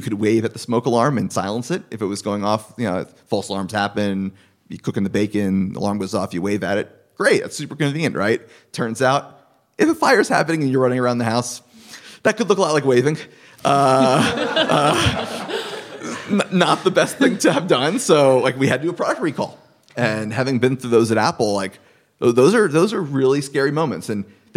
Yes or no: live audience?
yes